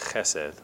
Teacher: It's also fun to say. You got to get a little fricative in there.